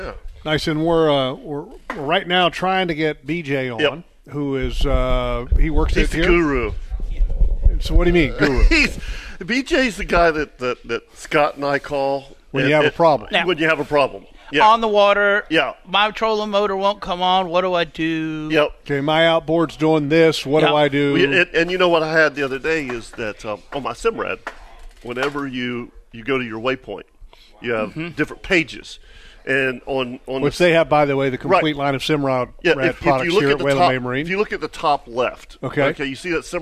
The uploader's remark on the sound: LIVE from Waylen Bay Marine